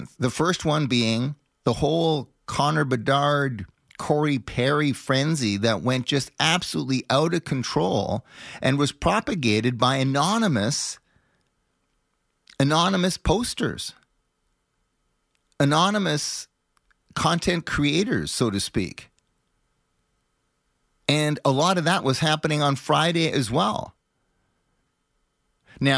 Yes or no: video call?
no